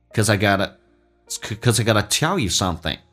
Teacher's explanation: 那个 t 发成 d 而且弱化一点变成 gotta